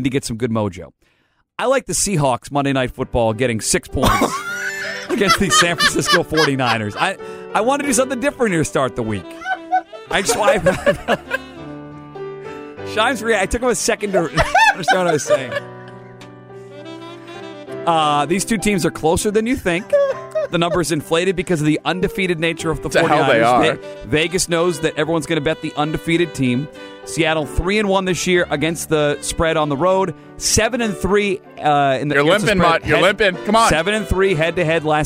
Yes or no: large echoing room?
no